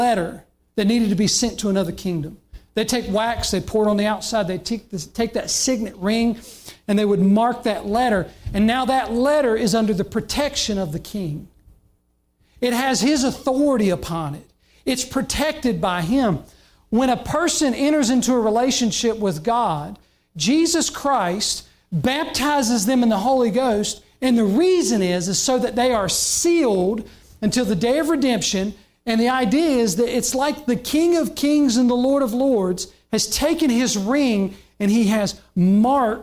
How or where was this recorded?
large echoing room